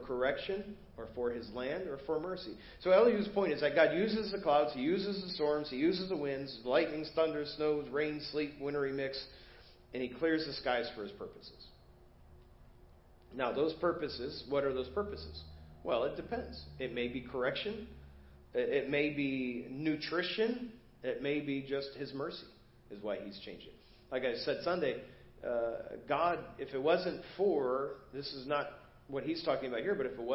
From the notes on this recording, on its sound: Preached at First Baptist Church of Hazel Park